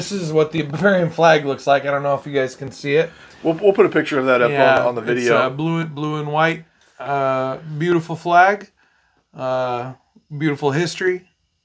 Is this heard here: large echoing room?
no